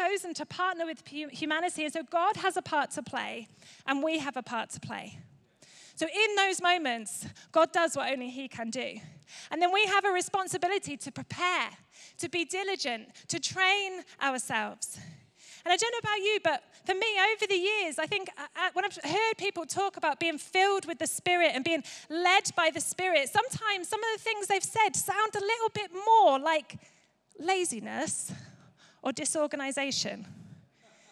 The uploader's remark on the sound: Recorded live at Life Church Lancashire on Sunday 22nd October 2023.